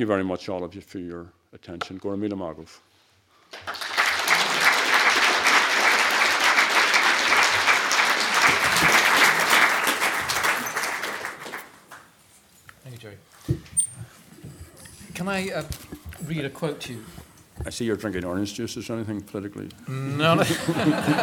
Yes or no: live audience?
yes